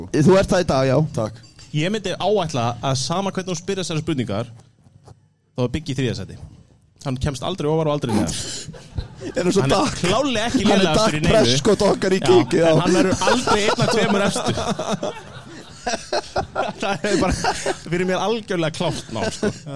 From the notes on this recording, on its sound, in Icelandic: Fyrsta Live showi hjá okkur sem var tekið upp á Arena Gaming! Geggjuð aðstaða.